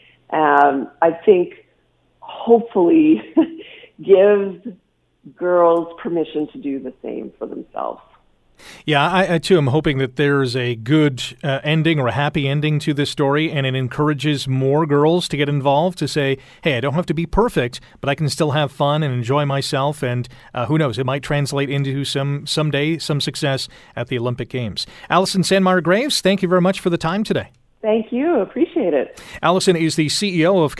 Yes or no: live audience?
no